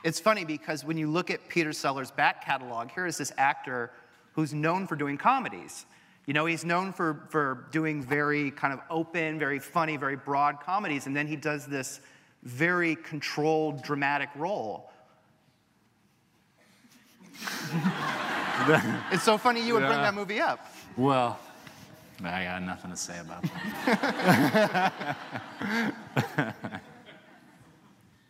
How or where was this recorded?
live audience